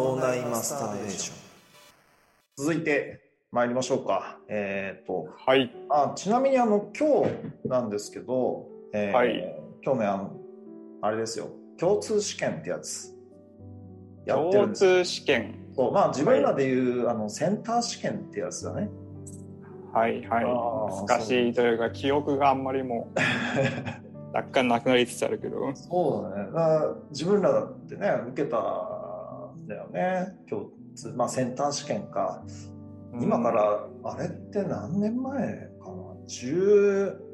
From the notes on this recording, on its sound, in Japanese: 音声に若干の乱れがありますが内容に関しては乱れてません。